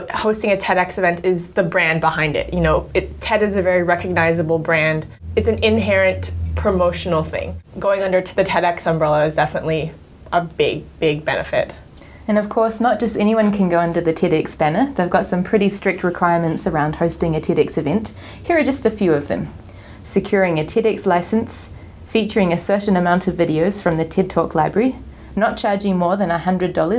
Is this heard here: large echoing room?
no